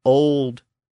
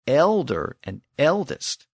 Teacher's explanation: The word old had the original back vowel, and elder and eldest had the mutated front vowel.